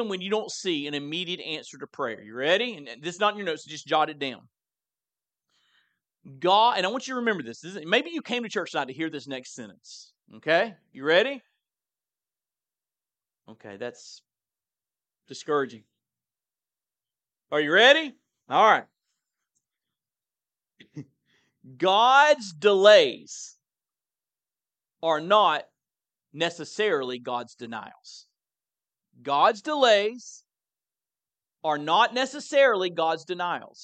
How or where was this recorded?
large echoing room